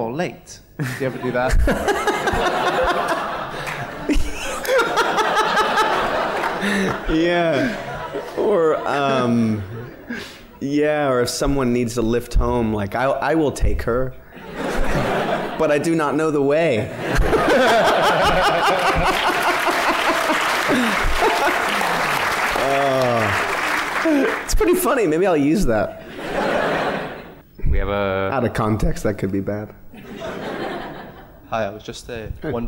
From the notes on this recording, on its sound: Edinburgh Live Special. In honour of the Edinburgh International Film Festival up in, um, Edinburgh, the Empire Podcast team made the long and treacherous journey over Hadrian's Wall to record a very special live edition of the show.